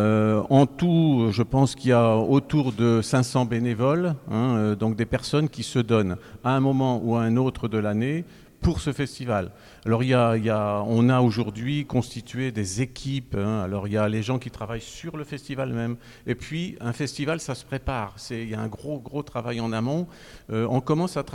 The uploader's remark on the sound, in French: Les élèves de l'atelier journalisme du collège Anne Frank de Saint-Dizier, avec le concours de Canopé, ont réalisé une émission de webradio en direct du festival de Montier-en-Der.